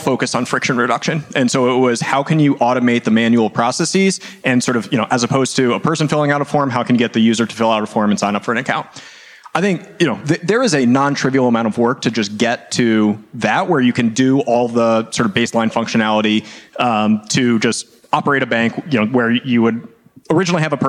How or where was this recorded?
busy venue